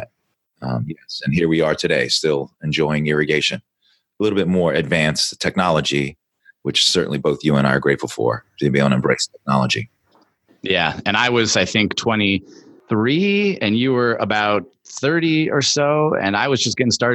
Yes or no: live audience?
no